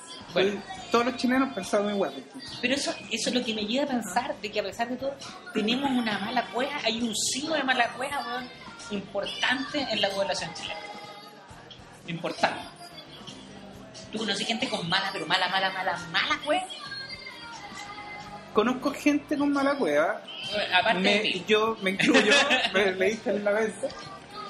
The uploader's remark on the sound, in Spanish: Nuevamente grabado en el restaurante "De la Ostia".